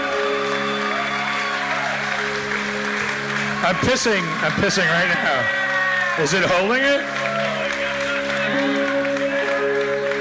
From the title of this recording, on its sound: LIVE at San Francisco Sketchfest 2016!